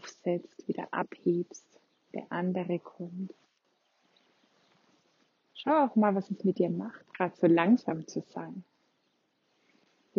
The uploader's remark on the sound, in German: Wir machen einen gemeinsamen Spaziergang (deswegen auch die etwas ungewöhnliche Tonqualität).